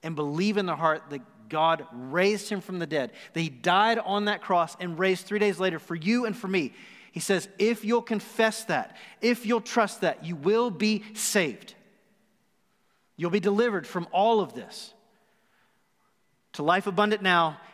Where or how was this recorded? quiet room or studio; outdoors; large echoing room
large echoing room